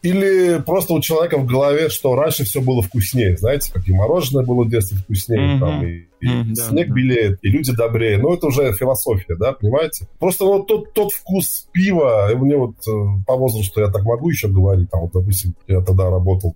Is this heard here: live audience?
no